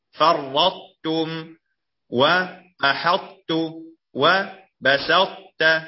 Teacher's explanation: مقصود أنه إدغام ناقص، ذهبت ذات الحرف وبقيت صفته، والصفة الباقية هنا هي الإطباق